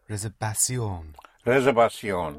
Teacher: the V pronounced with your lips like a soft B.